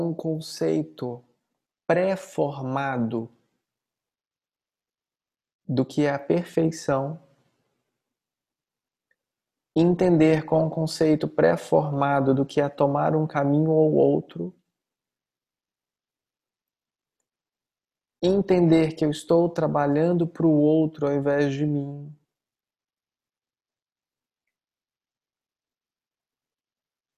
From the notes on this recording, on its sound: Online via Zoom.